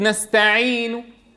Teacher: طيب لو قلت نستعين فأتيت ببعض الضمة، الكل القريب المصغي يدركه ويعرف أن هذا الحرف مضموم · Term: الروم